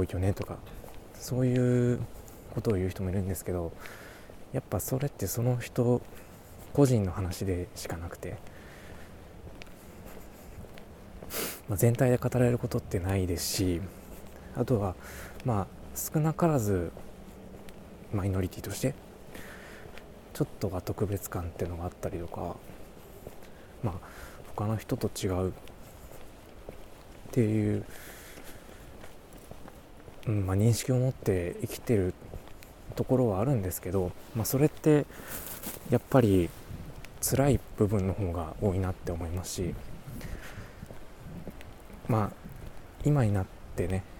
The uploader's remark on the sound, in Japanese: お散歩/04］。歩きながらつらつらとお話ししています。今回ノイズや風切り音が少し多めになっております。